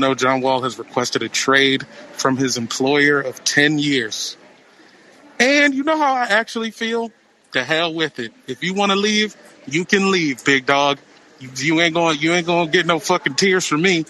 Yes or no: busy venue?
yes